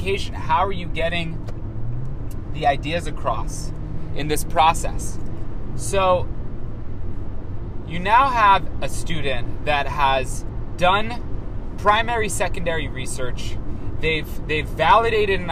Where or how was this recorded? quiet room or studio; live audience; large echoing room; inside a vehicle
inside a vehicle